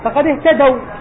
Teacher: هذه واو لين وليست واو مد لأن ساكن وقبلها فتح